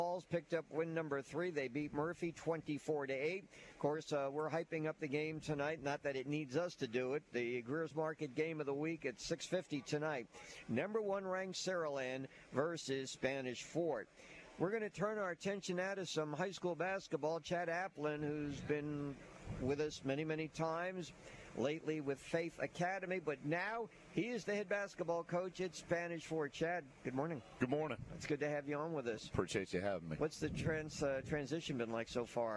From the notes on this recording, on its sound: LIVE from Spanish Fort High School on the morning of their match up against Saraland!